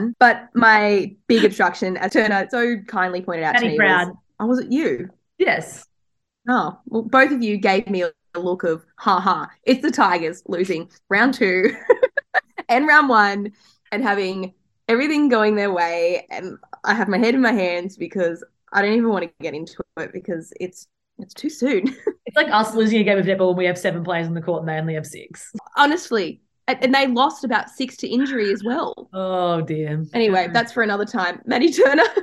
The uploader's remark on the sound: we are back to the good old fashioned zoom recordings.